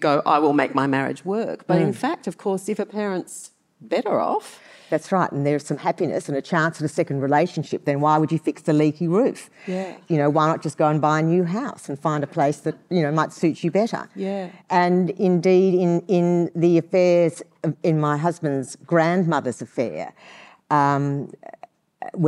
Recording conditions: live audience